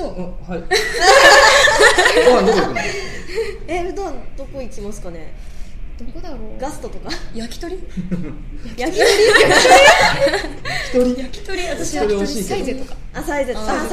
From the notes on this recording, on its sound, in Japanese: 公開収録しちゃいました。2014年一発目のまちゅらじは公開収録です！三人がご主人様達に見守られながらお話ししている様子をお楽しみください！